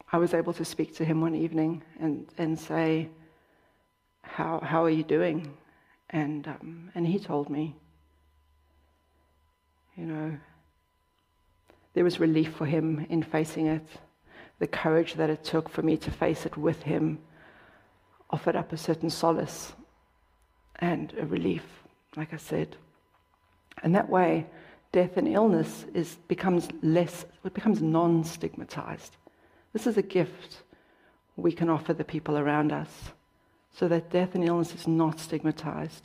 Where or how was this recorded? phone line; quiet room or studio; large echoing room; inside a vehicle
large echoing room